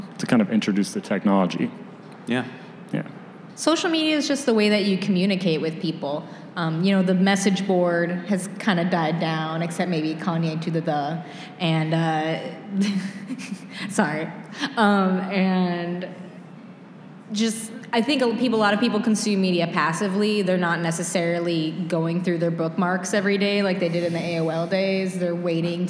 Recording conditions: live audience